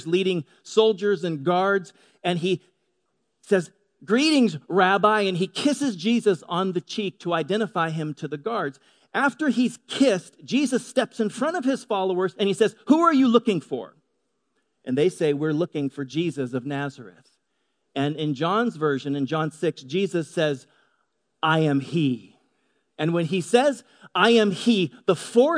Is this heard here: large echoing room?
yes